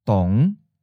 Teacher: Fifth tone, low rising.